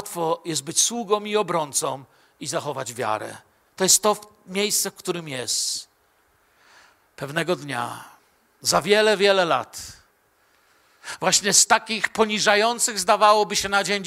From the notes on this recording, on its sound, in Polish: Wykład nagrano podczas wieczoru z Bożym Słowem w Kościele „Filadelfia” Bielsko Biała.